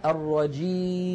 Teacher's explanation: نلاحظ أننا قلنا الرجيم، سددت الأنف الآن ولم يتغير الصوت، فنطقنا كان بياء صحيحة خالية من الغنة